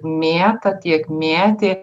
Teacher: labai būdingas ir plintantis minėtas siauras E